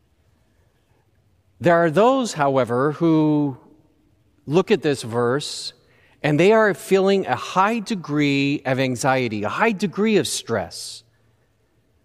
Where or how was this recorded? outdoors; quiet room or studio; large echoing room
large echoing room